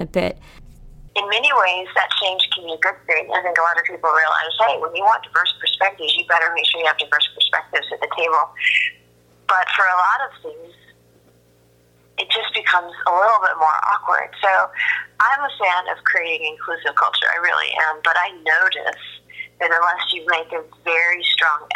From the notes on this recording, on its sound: Take a listen to my phone call.